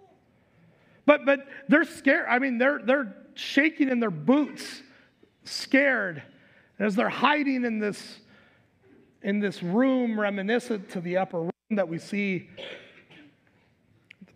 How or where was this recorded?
large echoing room